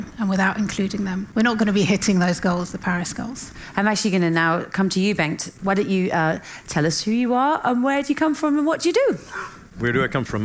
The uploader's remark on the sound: LIVE from Stockholm Climate Week. In a bonus live episode recorded at Stockholm Climate Week.